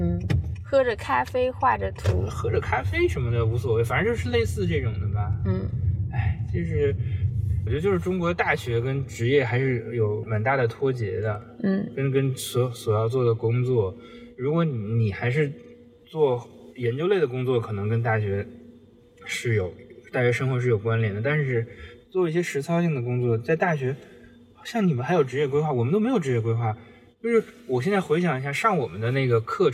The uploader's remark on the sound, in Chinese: 工作太忙了，没有时间录音，只好在开车上班的时候录音啦。